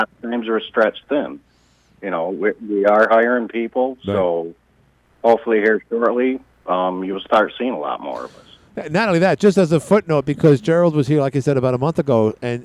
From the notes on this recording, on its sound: called